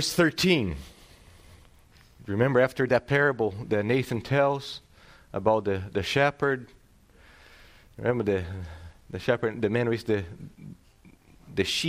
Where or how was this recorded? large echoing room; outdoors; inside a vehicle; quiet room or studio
large echoing room